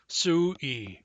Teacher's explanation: there's no sound at the end of the stem, su, that can harden. Therefore, the hardening is pronounced as a glottal stop.